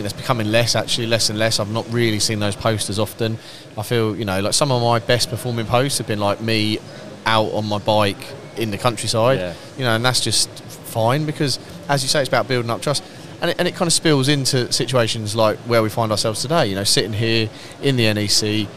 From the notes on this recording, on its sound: episode recorded on site at MACH 2022